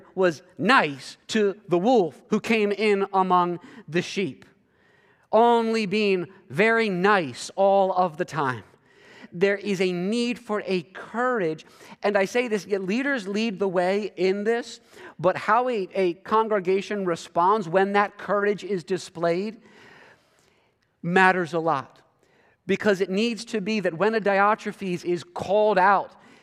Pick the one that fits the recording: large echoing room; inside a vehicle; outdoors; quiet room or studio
large echoing room